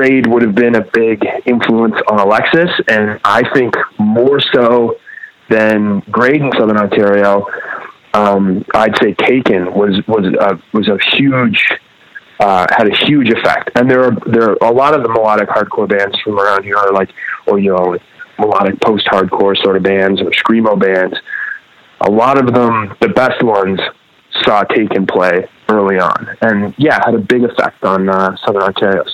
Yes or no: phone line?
yes